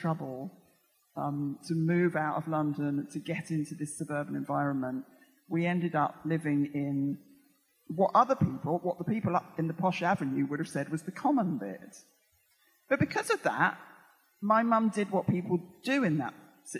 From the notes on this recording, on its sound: Recorded on 10th Feb 2020 at EartH Hackney.